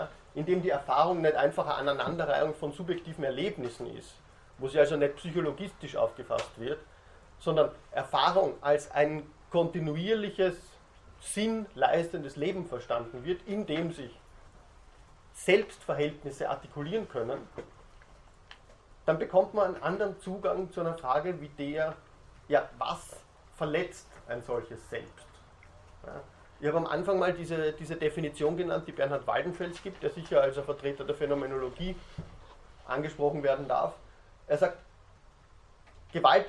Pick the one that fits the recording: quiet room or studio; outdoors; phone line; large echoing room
large echoing room